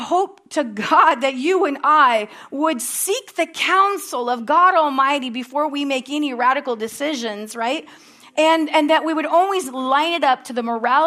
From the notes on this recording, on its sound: at Harvest Bible Church in Stockton, California.